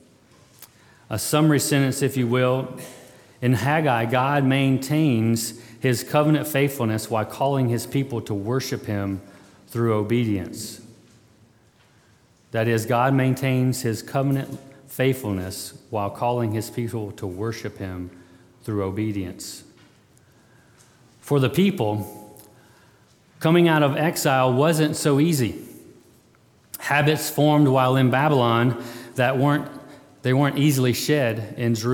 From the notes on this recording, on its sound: February 20, 2022 at Immanuel Baptist Church